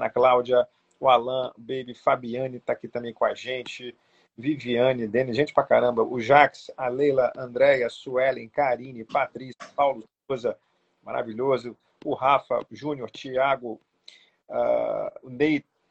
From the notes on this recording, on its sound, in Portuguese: proveniente de uma live realizada no nosso perfil do instagram